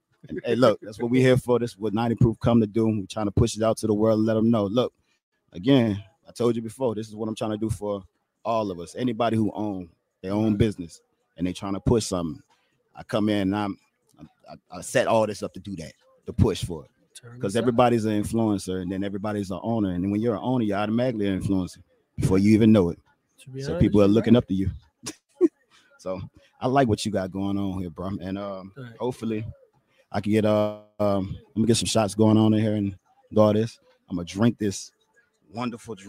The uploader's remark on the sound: We Outside! QRU Bar&Lounge